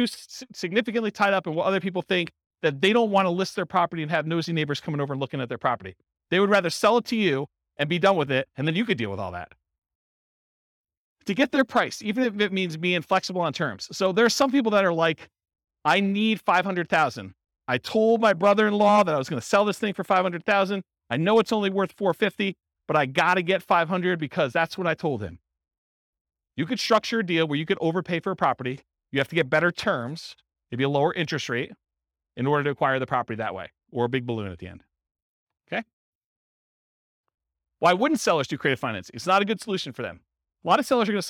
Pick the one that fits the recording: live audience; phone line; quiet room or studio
live audience